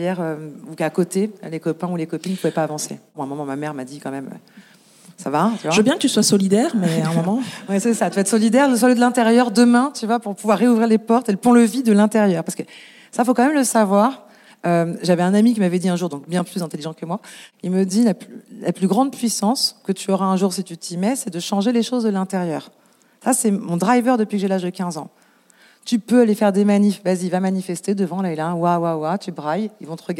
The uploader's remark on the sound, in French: Cet épisode a été enregistré en public. Cet enregistrement en public a été rendu possible grâce au soutien de L'Ascenseur , un collectif d'associations réunies sous un même toit pour oeuvrer à plus d'égalité des chances.